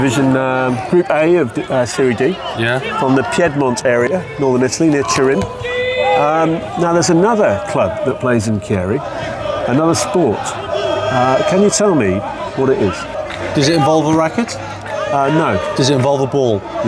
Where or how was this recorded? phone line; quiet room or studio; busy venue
busy venue